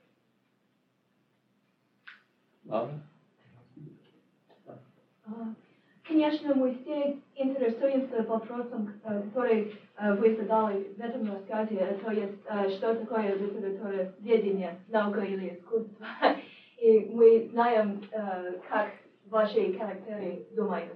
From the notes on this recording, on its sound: as part of a class lecture at KU in February of 1990